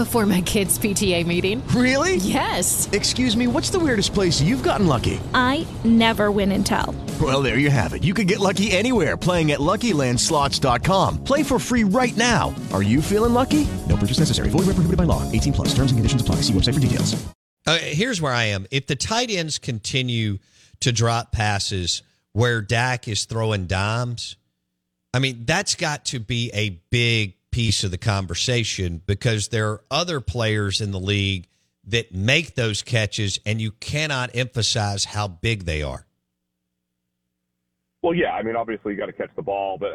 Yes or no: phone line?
yes